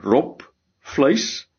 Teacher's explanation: Jy kry rob vleis, wat met anderwoorde met 'n p uitgespreek word, die rob, maar jy kry robbe met 'n b.